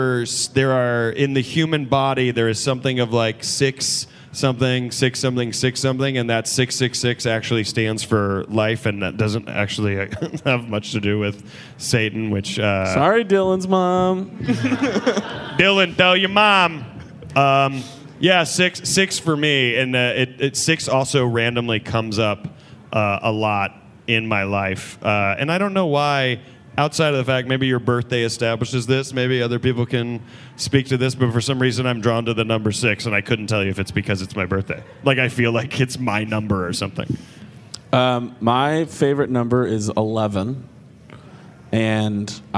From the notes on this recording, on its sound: LIVE from Dallas. This week we bring you a very special live episode from the Dallas Comedy Festival!